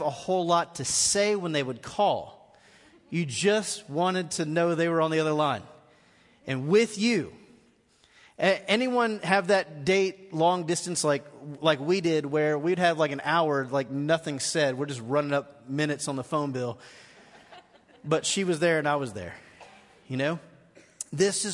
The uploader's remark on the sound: Recorded live at The Fellowship in Nashville on December 30, 2018.